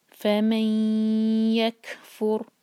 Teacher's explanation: کیف پر سکون ہے تو ہم کیف کو ہوا کے ساتھ پڑھیں گے